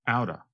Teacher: I noticed they said out of quickly. So it almost sounds like one word